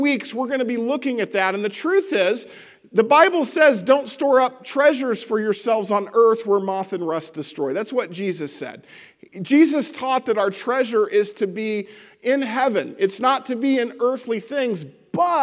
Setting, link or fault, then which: setting, large echoing room